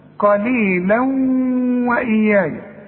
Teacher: فكأن الواو عليها شد · Term: الادغام